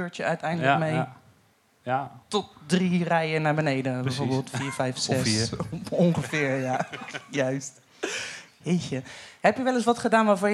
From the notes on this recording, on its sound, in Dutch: Tijdens deze tweede aflevering van live talkshow en podcast Ken Je Dat Niet Horen Dan? De show is maandelijks live te zien in Theater Walhalla in Rotterdam (Katendrecht).